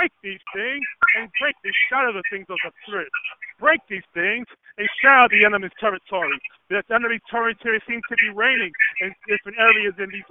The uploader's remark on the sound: towards the end of the conference call